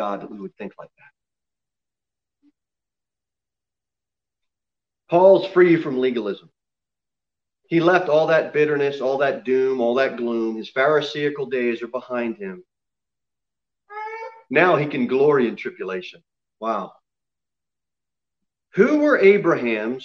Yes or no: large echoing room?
yes